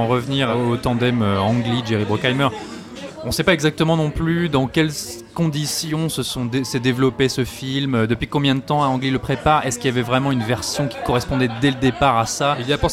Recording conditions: busy venue